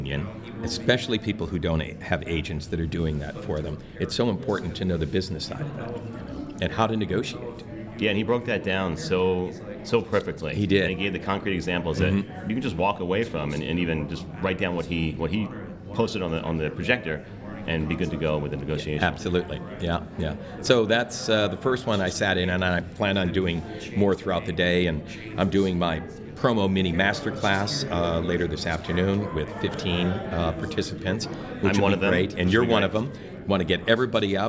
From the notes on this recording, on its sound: We had the distinct pleasure of recording at MAVO 2018.